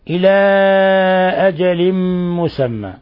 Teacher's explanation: مد منفصل إلى أجل، لأن حرف المد في كلمة والهمزة في كلمة أخرى، فيمد من 4 إلى 5 حركات